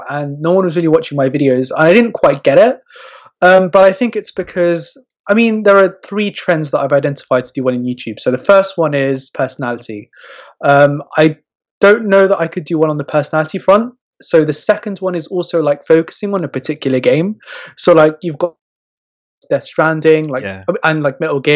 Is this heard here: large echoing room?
no